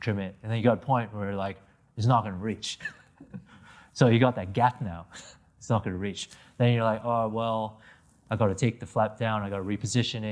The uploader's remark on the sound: answers questions from the audience